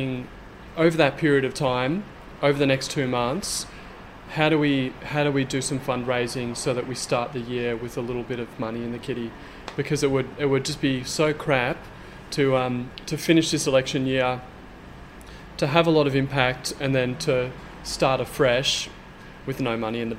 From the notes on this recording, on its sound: This week it was unseasonably hot in the Friends of the Earth building in Collingwood, so this episode comes to you from the mezzanine above the cafe. You'll hear the hustle and bustle of trams and traffic from Smith Street just outside.